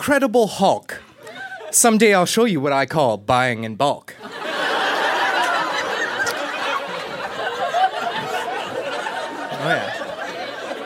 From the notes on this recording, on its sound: Recorded live at Yuk Yuk's in Ottawa.